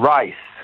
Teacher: rice, che invece con la S sorda